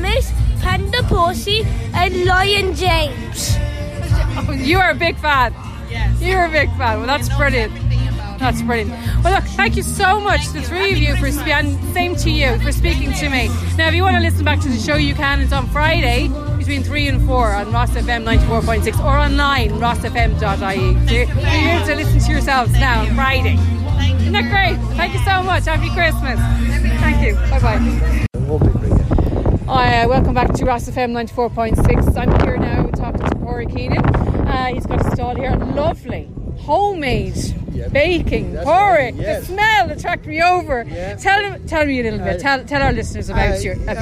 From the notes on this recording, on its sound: was out and about at the Roscommon Christmas Fair chatting to some of the people who turned up for the festive event.